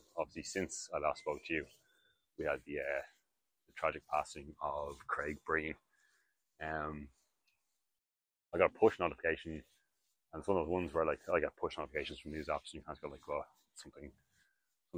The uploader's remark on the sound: I also got a new microphone and having listened back, it's pretty shit quality.